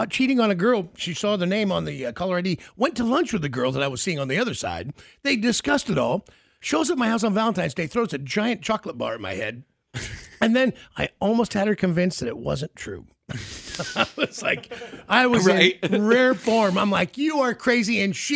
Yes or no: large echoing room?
no